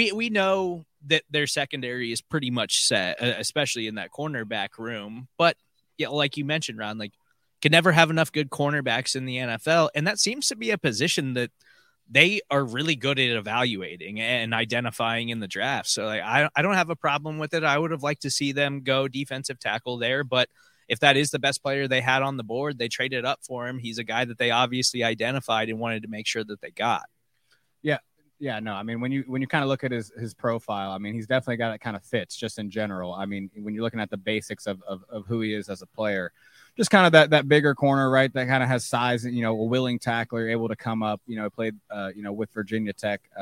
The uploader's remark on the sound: Live from the NFL Draft Day 3